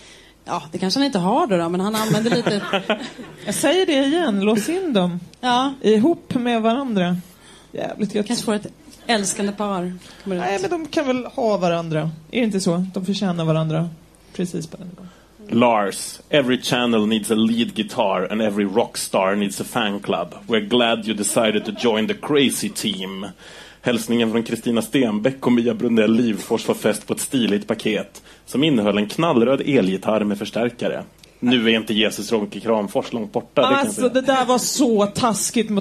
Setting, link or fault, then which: setting, live audience